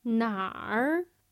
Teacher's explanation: Middle of your pitch range, bottom, and then back up to the top. · Term: third tone